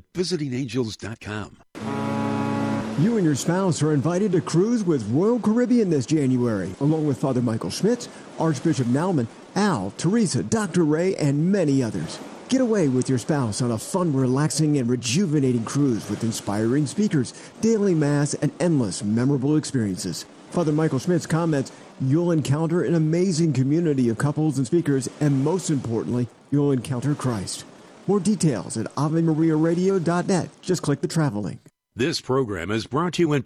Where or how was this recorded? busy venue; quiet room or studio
busy venue